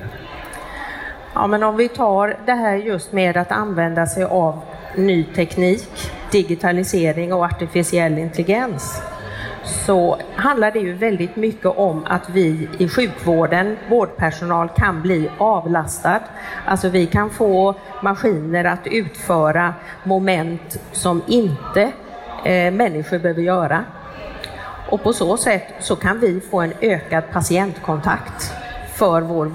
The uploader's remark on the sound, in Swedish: Detta är det första avsnittet av tre som spelades in live inför publik på Kvalitetsmässan 12-14 november i Göteborg. I början av detta avsnitt strulade tekniken något så ljudet byter karaktär efter cirka fem minuter.